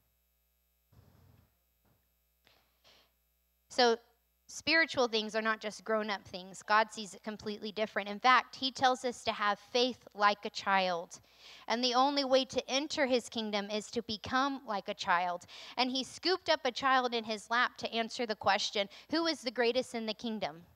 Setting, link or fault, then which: setting, large echoing room